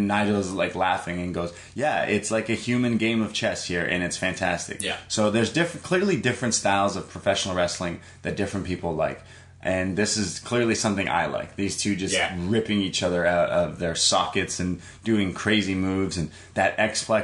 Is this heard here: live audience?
no